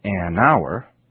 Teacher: Also notice that words spelled with the letter H in the beginning, such as our, H-O-U-R, also use the article an, because the H isn't pronounced